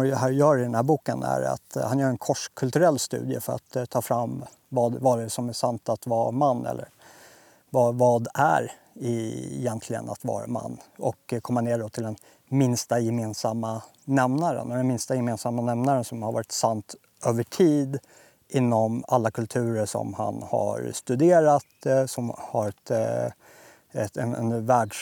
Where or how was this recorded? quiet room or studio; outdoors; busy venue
outdoors